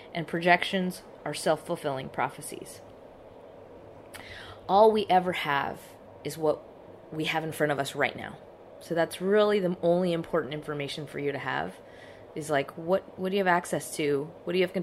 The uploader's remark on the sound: I couldn’t get into the recording studio thanks to said virus, so this one has a lot of background noise.